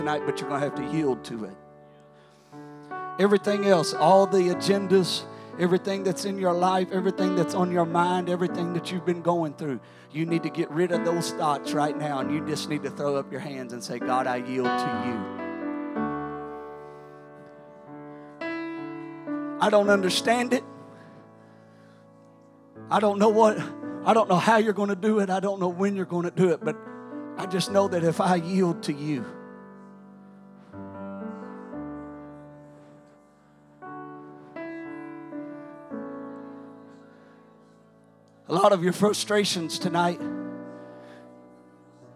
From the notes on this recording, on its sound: During our Sunday evening gathering. During our Sunday evening gathering.